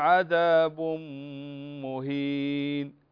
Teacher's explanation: التنوين وبعده الميم إدغام هنا بغنة